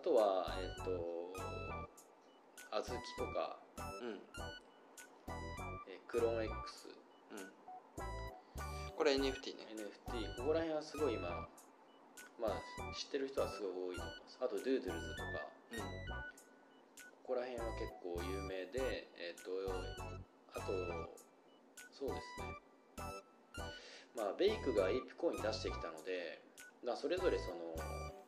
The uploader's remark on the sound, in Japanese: 今回録音機材が別で音声が少し聞きつらいかもしれません。